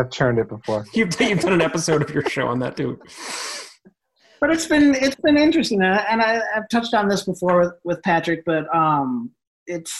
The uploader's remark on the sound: A group of listeners for a Zoom roundtable.